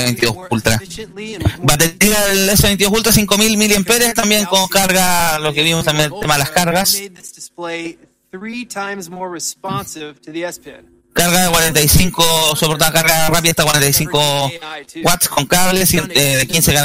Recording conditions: busy venue